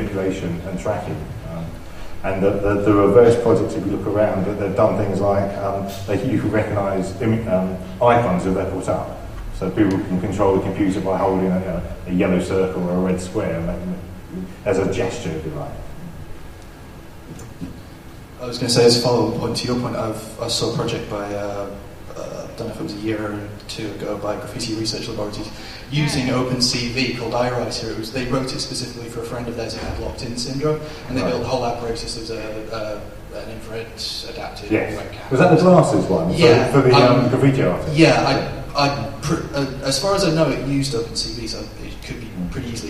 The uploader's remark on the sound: Shows recorded at OggCamp11. OggCamp 11 was a two-day unconference where technology enthusiasts came together to exchange knowledge.